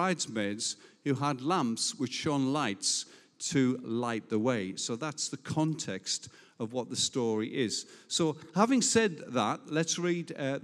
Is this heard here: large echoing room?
yes